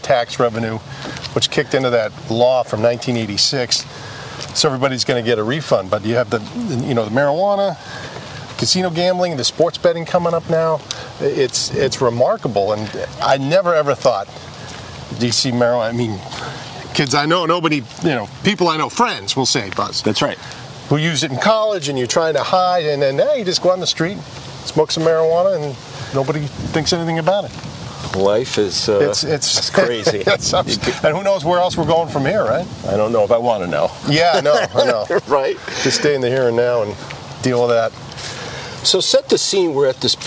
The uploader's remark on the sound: walk and talk in Walpole Massachusetts